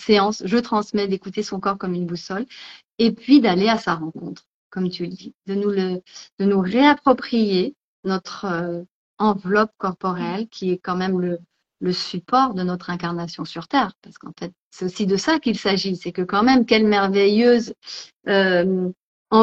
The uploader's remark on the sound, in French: il s'agit d'une rediffusion d'un live Instagram